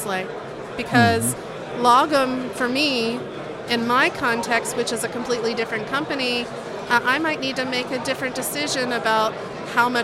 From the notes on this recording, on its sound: Recording location was the DevOpsCon 2019 in Munich.